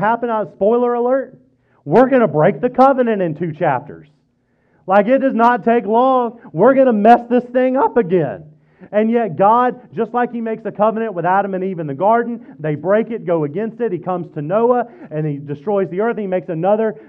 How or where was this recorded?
large echoing room